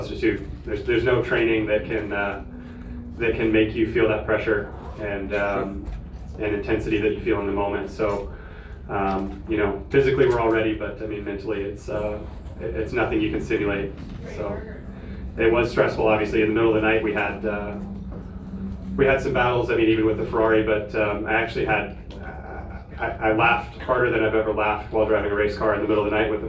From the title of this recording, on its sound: Live from Daytona